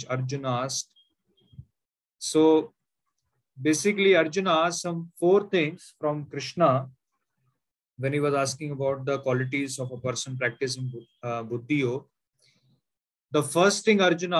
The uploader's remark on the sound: Zoom recorded class.